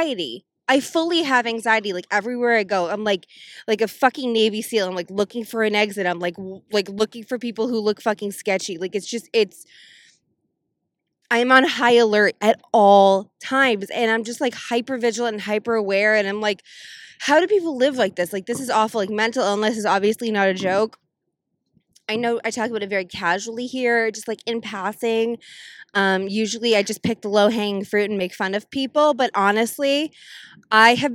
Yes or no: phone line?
no